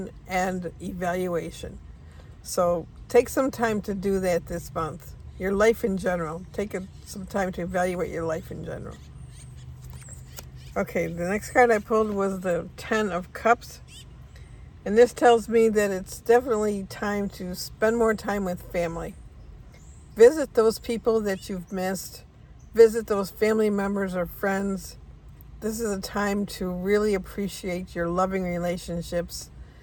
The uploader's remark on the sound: I'm recording this from Pinnacle Peak horse farm where our daughter's horse is. It's a beautiful morning in Phoenix.